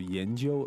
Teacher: So 研究 that's second tone and first tone.